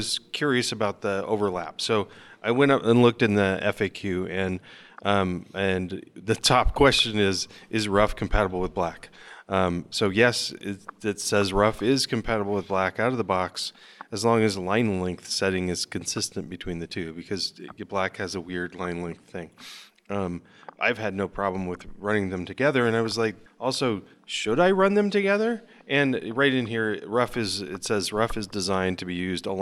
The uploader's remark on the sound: Live From PyCon